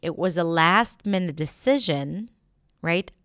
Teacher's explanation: I would put the stress on last. It was a last-minute decision, not last-minute decision.